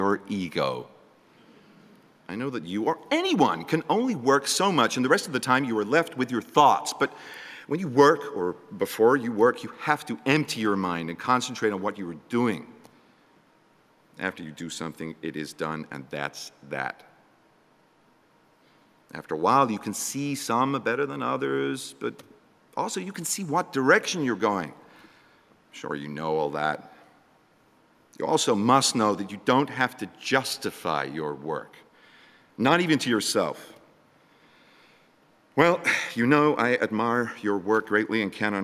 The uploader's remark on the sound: as part of the Letters Live event in London